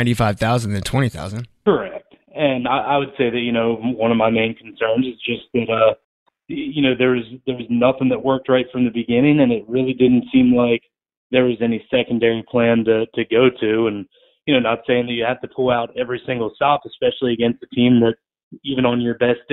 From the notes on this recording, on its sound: joined over the phone